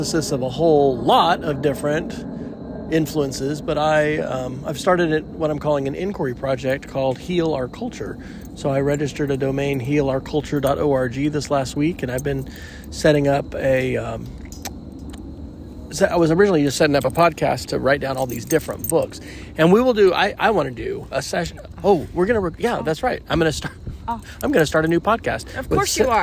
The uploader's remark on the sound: recorded at Anne Springs Close Greenway in South Carolina, just outside Fort Mill